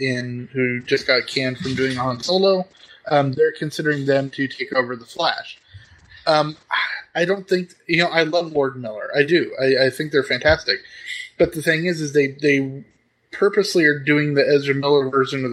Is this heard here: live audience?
no